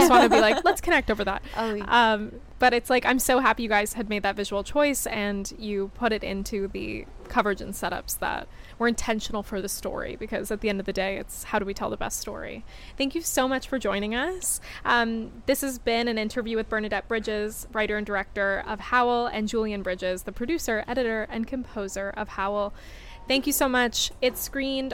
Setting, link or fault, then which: setting, busy venue